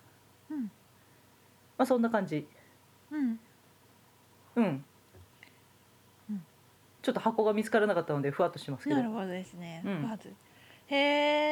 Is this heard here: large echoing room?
no